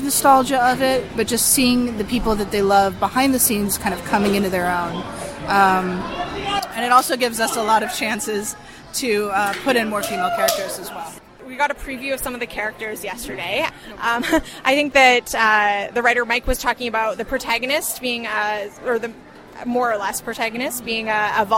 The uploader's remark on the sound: We wrap up our coverage of Star Trek Las Vegas 2015 with highlights from the floor